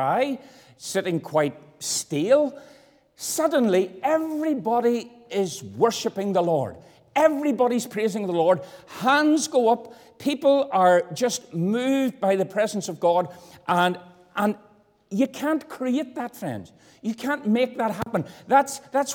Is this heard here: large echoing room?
yes